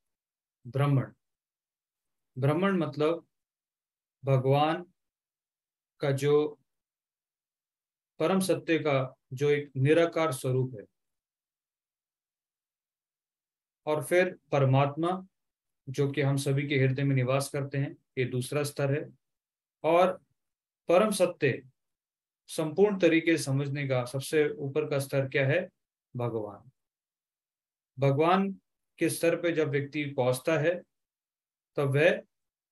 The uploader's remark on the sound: Zoom online session